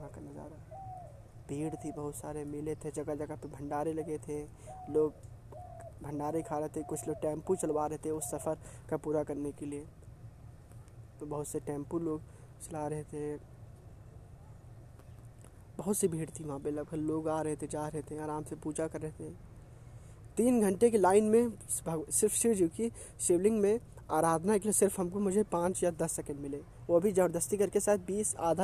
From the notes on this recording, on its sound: Podcast is recorded in open area at garden so you will listen the March air and the birds voices